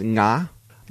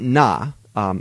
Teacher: And so you have, yeah, so it's not na, it's nga. There's a G sound at the back of your throat. So it's that nasaler sound. · Shown in: first take